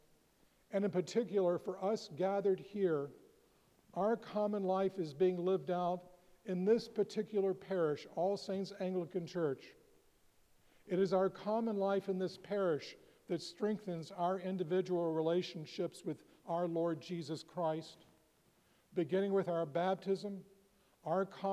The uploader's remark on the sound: preached at All Saints Anglican Church in Charlottesville, VA on April 7, 2023